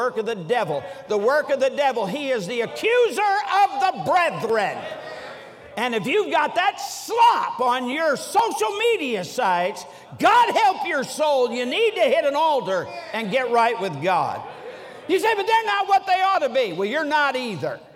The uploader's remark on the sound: during the Monday Evening service of the 47th Annual Stewardship and Missions Conference on October 16, 2023, at North Valley Baptist Church in Santa Clara, California